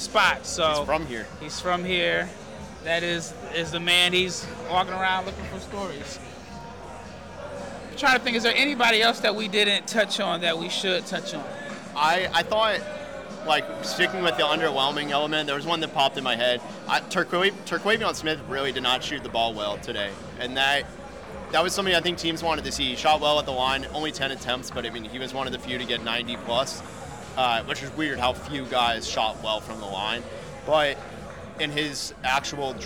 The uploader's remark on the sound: Check in live from the Wintrust Arena in Chicago just minutes after the first day of the NBA combine.